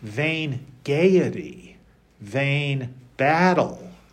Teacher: the gay in gaiety is more stressed than vain, which it's also almost rhymes with.